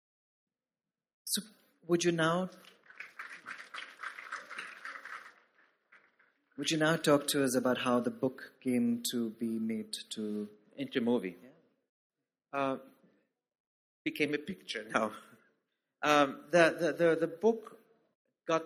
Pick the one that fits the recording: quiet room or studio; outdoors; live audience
live audience